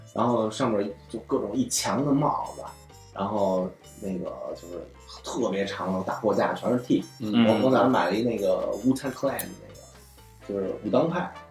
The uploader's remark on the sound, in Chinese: 由于不可描述的原因，导致本期录音质量跟吃了屎似的，请大家原谅